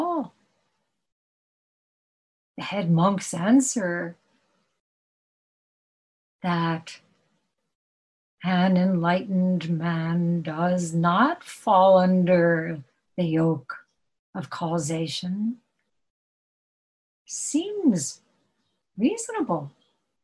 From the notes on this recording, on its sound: At Zen Center of Syracuse Hoen-ji via Zoom.